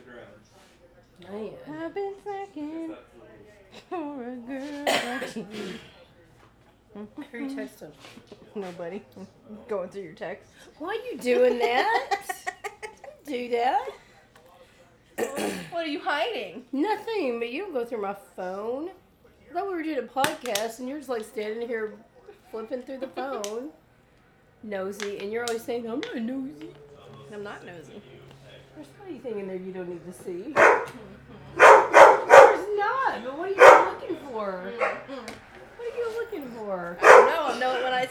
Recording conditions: background noise